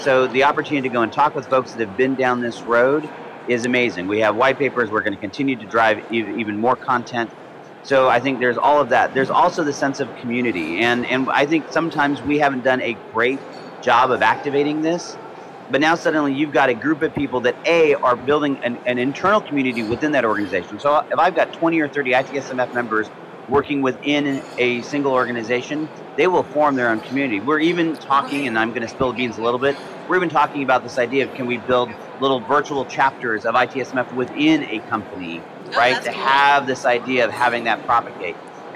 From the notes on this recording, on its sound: Podcast from Fusion 14 Expo Hall floor. Numerous guests passed by the booth to share the experience during this years Fusion 14 Conference at the Gaylord National in Washington DC.